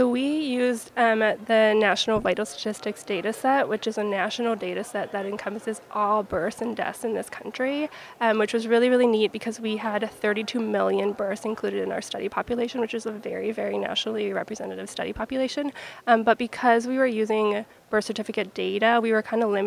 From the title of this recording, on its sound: Live from ASRM 2023